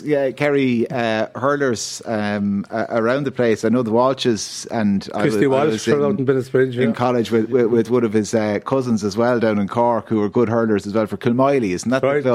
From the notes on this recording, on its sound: The Hard Shoulder is LIVE from the Hibernian Hotel in Kilkenny on All-Ireland weekend as part of Newstalk's Summer Tour.